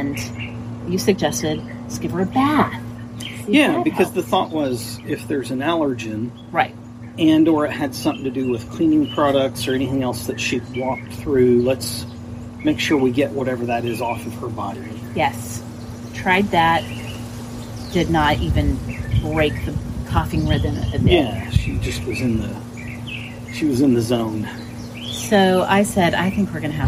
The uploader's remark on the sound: background noise conquers the day’s effort